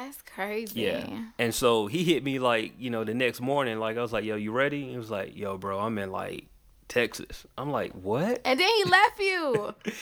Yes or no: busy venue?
no